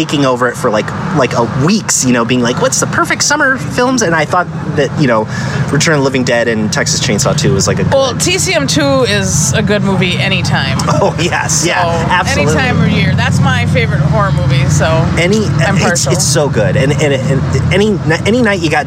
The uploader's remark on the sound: In this episode, we go to a live VHS viewing